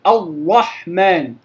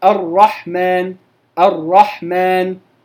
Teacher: يحبس الراء كلية فلا تتكرر ولو مرة فتخرج كأنها شديدة · Shown in: first take